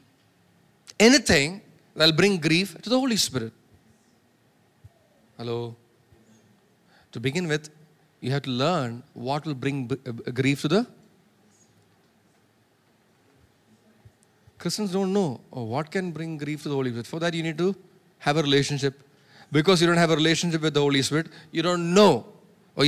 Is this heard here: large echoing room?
yes